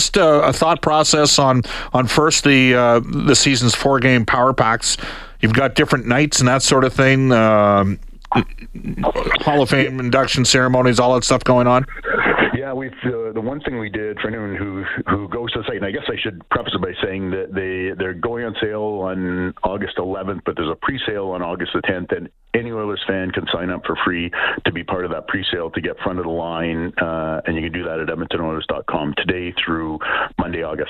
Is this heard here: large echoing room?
no